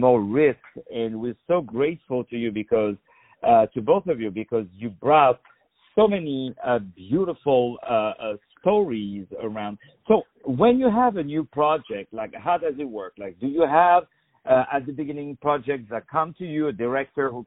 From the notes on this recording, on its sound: On the phone.